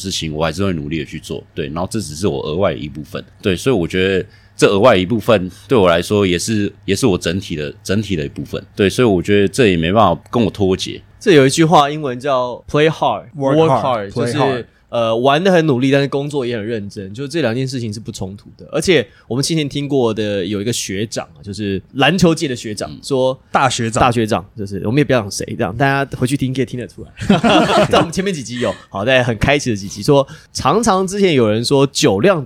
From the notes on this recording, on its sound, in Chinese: 這次我們特別選在「Coya Taipei」這間酒吧錄製。